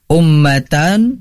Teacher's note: Mim bertasydid. Ini harus didengungkan. Itu untuk menjaga konsistensi bacaannya, itu cukup diketuk 3 kali ketukan lamban.